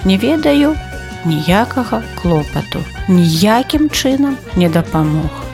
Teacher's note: Займеннік «ніякі» мае заўсёды націск на «я»